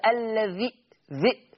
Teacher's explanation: الذال مكسوره شبكت في الهمزه الساكنه